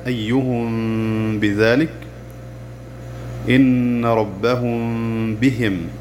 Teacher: عند النطق نخفي لفظا حرف الميم الساكنة عند الباء للتجانس بينهما، ثم نصدر صوت الغنة بمقدار حركتين، ويقرأ كما في الإقلاب في النون الساكنة، وتنطق هكذا: أيهم بذلك، إن ربهم بهم. · Term: الإخفاء الشفوي